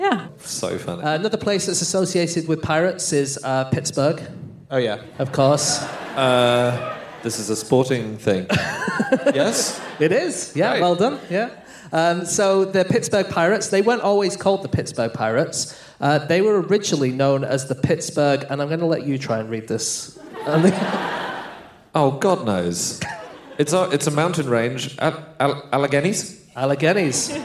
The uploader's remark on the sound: Live from New York